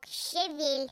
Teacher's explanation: ударение надо ставить на второй слог